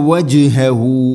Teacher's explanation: ജീം ഖൽഖല ചെയ്യണം, ശരിക്കും കേൾക്കണം.